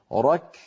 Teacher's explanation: رك الكاف قصيرة لأنها حرف شديد.